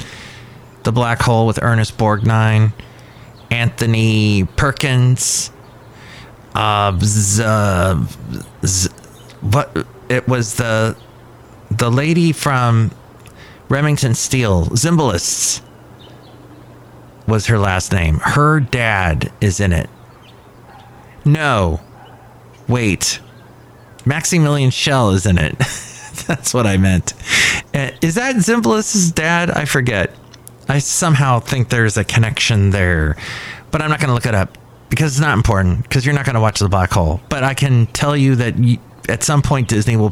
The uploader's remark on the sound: Podcasts live from Café Anyway.